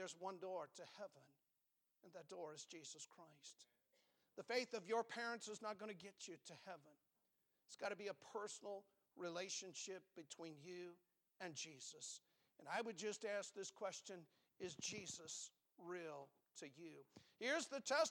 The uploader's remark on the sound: Preached from the pulpit of Valley Bible Baptist Church